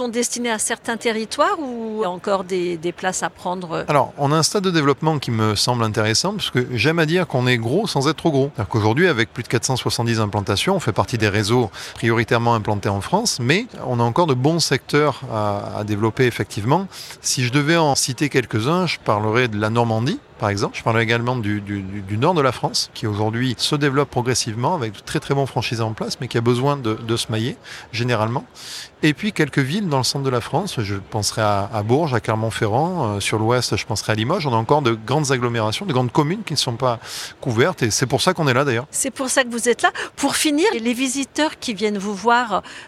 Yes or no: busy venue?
yes